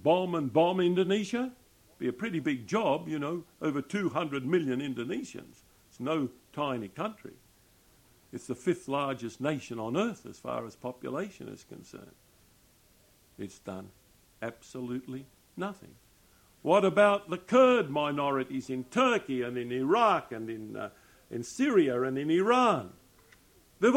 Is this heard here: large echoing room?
yes